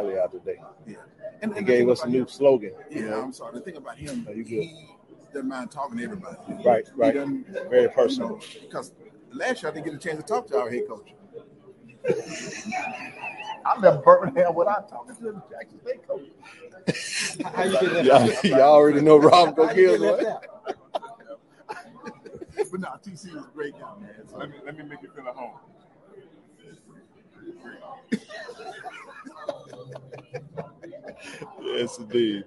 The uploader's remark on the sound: Live Interviews from SWAC Media Day.